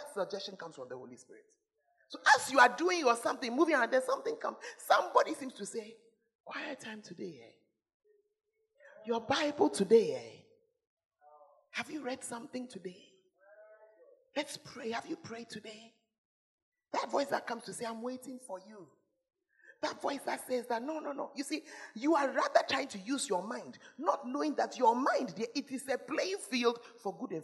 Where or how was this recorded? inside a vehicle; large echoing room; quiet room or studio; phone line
large echoing room